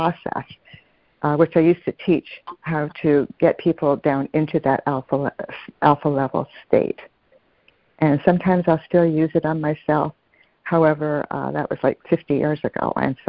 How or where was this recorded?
phone line